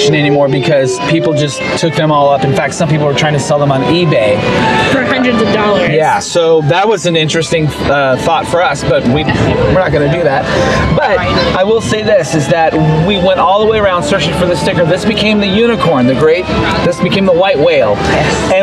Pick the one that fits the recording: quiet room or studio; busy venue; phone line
busy venue